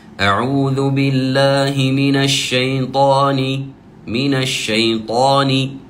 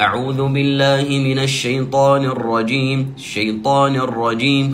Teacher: ولنحرص على ألا نسكن حرف النون في كلمة الشيطان · Shown in: first take · Term: كسرة النون